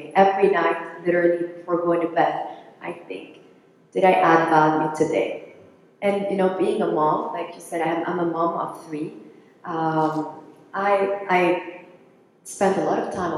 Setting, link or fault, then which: setting, live audience